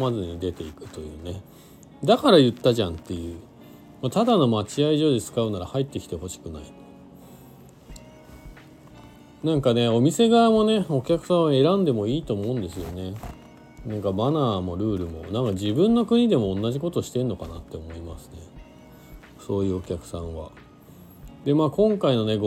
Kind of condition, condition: setting, inside a vehicle